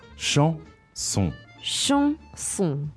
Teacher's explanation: the word for song, chanson, has two nasal vowels in it. So the nasal vowels you say in your nose.